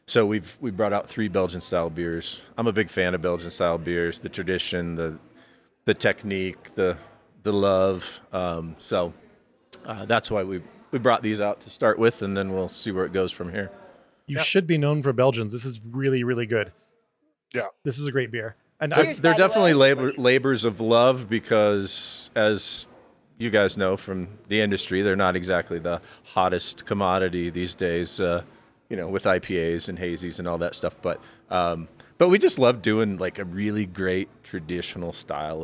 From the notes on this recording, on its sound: By default, each episode will be nomadic by nature, recording via pop-ups in various unique local spaces, to provide texture and ambiance from those environments. Coloradosprings.